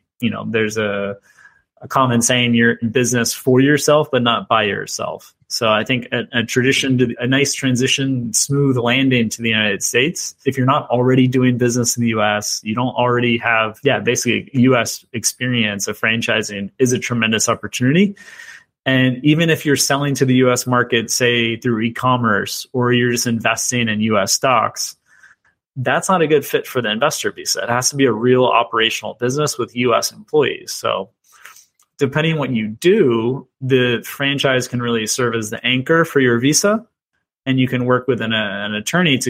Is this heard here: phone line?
no